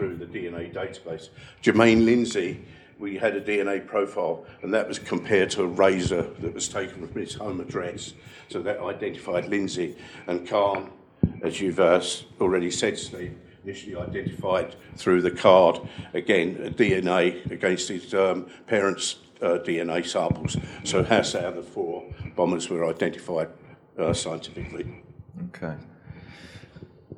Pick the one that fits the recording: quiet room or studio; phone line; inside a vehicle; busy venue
busy venue